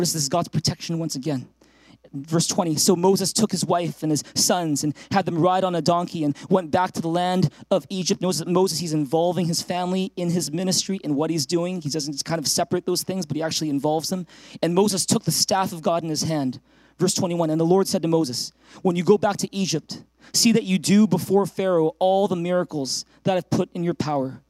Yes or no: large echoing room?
yes